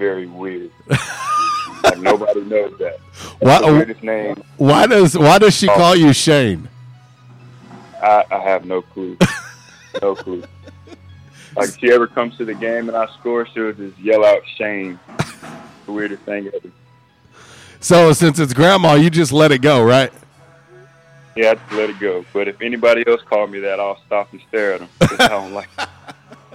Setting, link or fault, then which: link, phone line